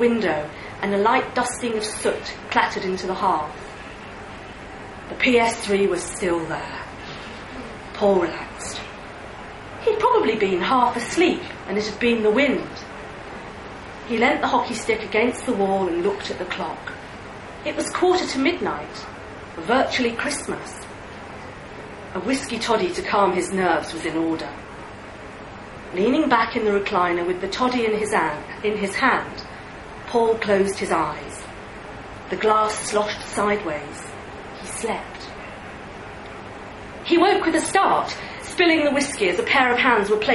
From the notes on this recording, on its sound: read live at the liars league